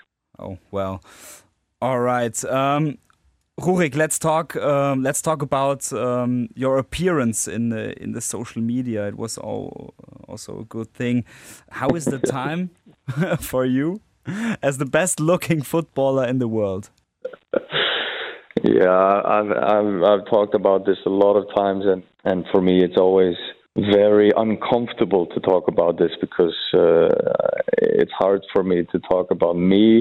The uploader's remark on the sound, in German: Er packt am Telefon